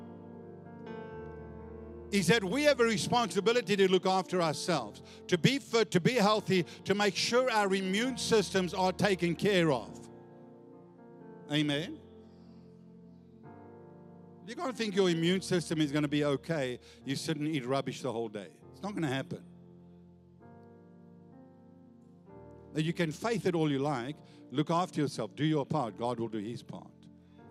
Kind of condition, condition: setting, large echoing room